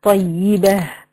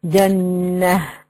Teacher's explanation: تاء التأنيث نقف عليها بالهاء